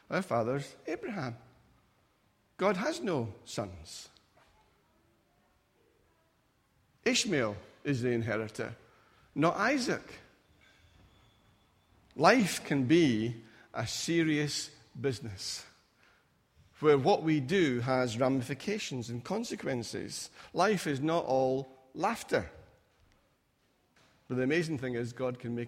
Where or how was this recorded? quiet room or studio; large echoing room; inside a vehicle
large echoing room